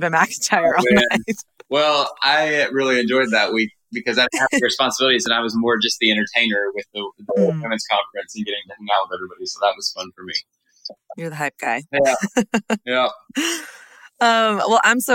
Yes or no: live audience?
no